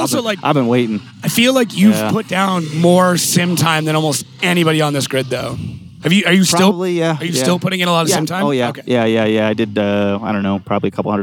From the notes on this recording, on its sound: This week we are live from Salt Lake City Utah, for the Pro Spec Finals.